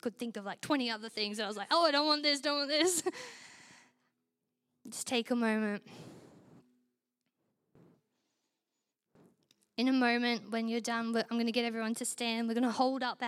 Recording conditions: large echoing room